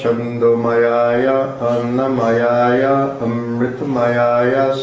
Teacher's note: you got to take that long A and make it the short A, two short A's